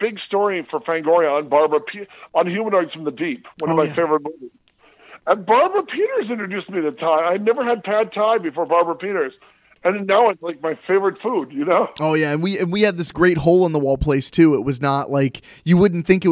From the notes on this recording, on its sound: We take a fun phone call from podcaster, actor, writer, etc